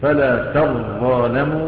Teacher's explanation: فلا تظالموا لم تحذف إنما أدغمت في الظاء. طبعا هذا التشديد، تشديد الظاء دليل على إدغام التاء فيها.